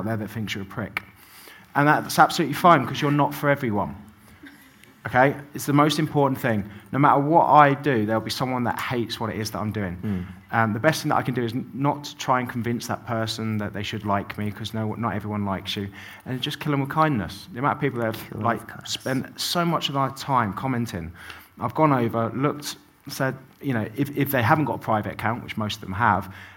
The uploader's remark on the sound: on stage at my latest mastermind